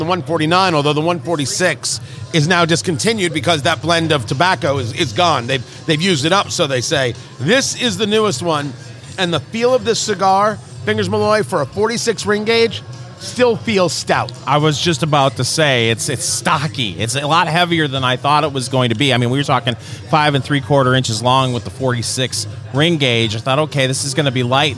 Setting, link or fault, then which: setting, busy venue